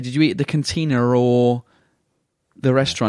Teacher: in British English, we have this thing called the intrusive R, which is how we link vowel sounds to other vowel sounds